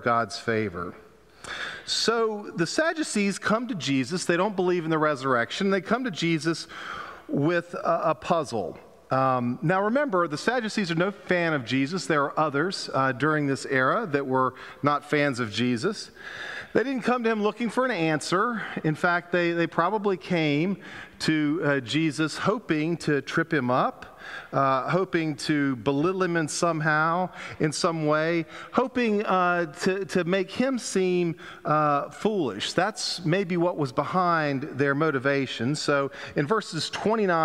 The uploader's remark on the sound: Pender UMC Contemporary Worship Sunday November 6, 2022 at 11:15 am